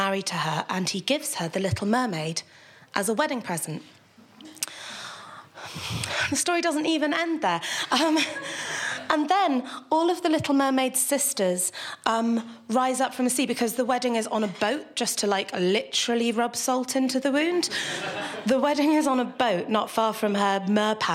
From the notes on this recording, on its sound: recorded at our Stand Up Tragedy night that took place at The Dogstar on March 28th